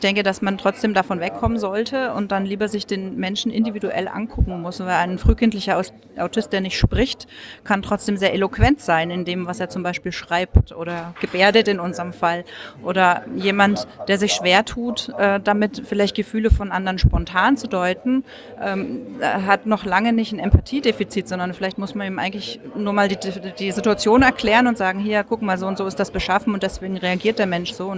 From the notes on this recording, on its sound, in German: Bericht von 3. Leipziger Autismustag. Ich hatte gestern auch ein Aufnahmegerät dabei und konnte so mit ein paar Leute reden.